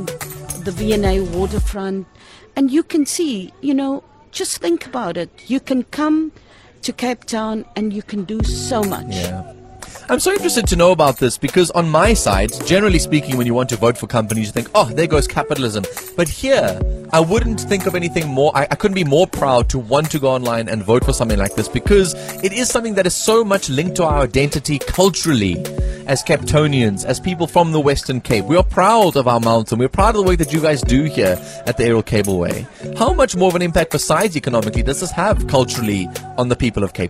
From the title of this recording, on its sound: Live From Table Mountain Aerial Cableway